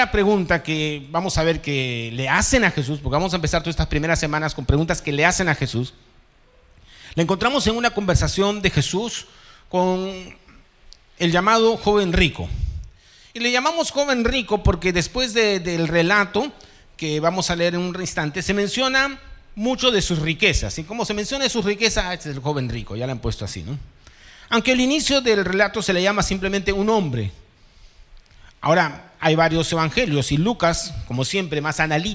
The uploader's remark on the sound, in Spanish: presentado en vivo el domingo 9 de julio de 2023 Este podcast es la retransmisión de la reunión de iCafe de cada domingo